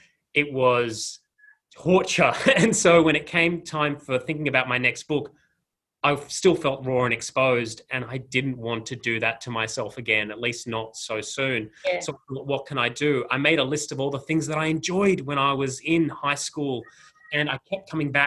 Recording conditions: video call